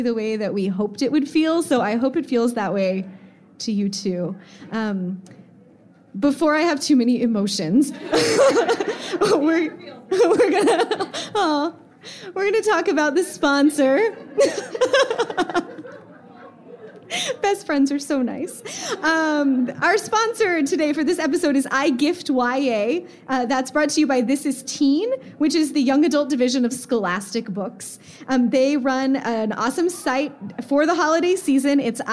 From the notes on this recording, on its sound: Recorded live at Book Riot Live 2015 in NYC!